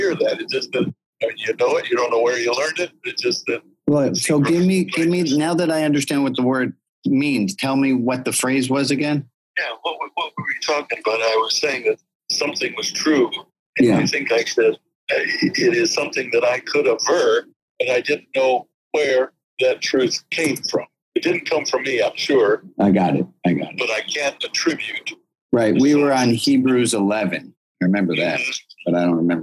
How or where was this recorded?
phone line